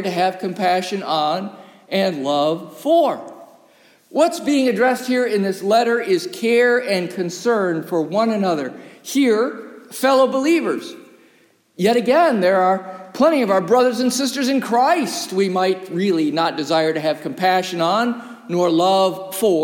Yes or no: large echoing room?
yes